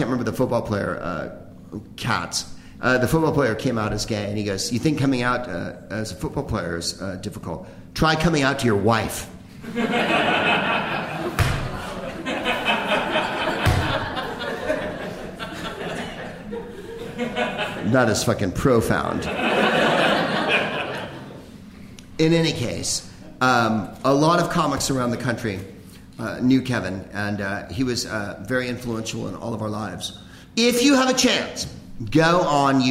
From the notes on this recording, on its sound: Live from The Upfront Theatre in Bellingham